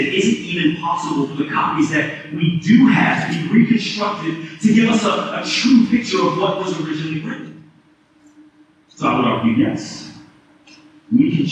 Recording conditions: poor sound quality